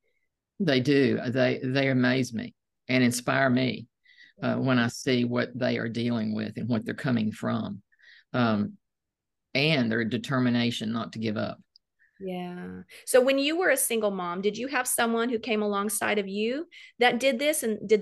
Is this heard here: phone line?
no